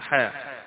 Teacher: بتمد الحاء حركتين اثنين فقط، ما بتمدش مدا طويلا فيها، حاء حاء هذا المد الطبيعي.